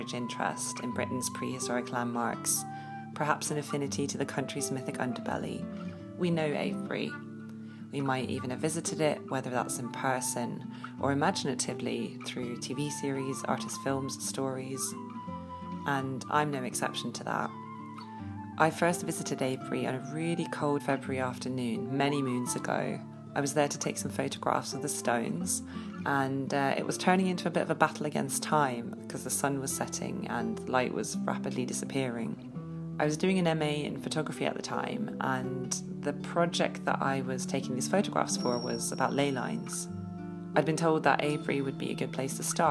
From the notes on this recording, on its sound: The Avebury Enigma is a guided walk, audio collage and exploration of the sacred landscape at Avebury. We walk, dowse, and record the stones and landscape.